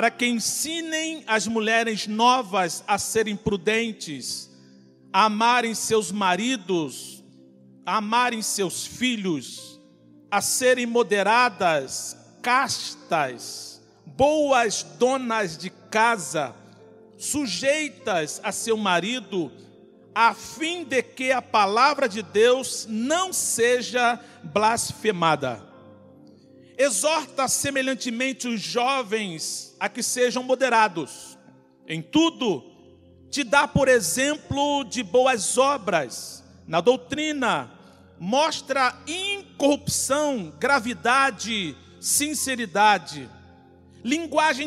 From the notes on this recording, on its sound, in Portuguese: CULTO DE LOUVOR E PALAVRA AO VIVO